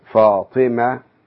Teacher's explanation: الهاء بيسقط في نهاية الأعلام المؤنثة